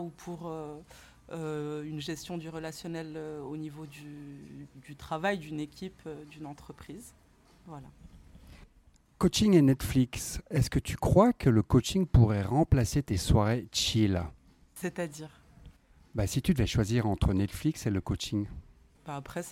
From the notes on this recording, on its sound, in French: Micro Trottoir. Je me suis dit que ça serait pas mal du tout d’aller poser la question aux principaux intéressés a savoir vous.